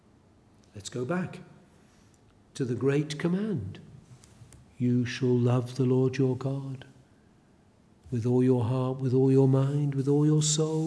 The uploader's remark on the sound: A sermon preached at Elswick Parish Church.